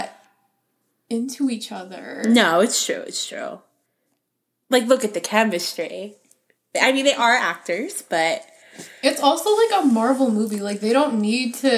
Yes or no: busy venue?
no